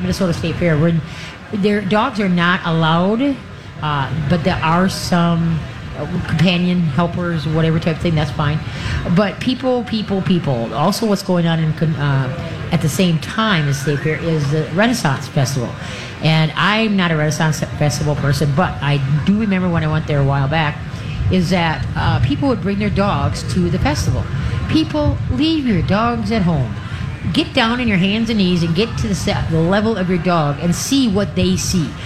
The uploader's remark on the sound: LIVE from the Great MN Get Together!